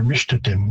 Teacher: I have been saying, well, certain pronunciations of Cree names, like Mistatim, but again, you might hear Mishtatim with more of a sh instead of an S, and that wouldn't necessarily be wrong, depending on who's pronouncing it, what region they're from, and there are certainly dialect differences there as well.